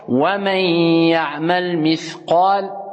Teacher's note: on passe directement on annule le نون · Term: al idgham